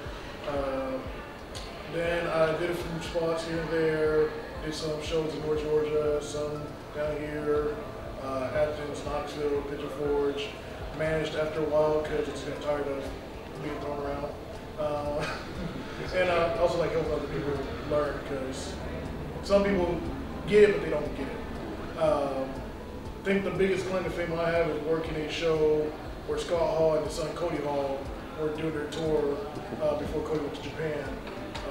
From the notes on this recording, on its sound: a panel we conducted at Metrotham Con 2023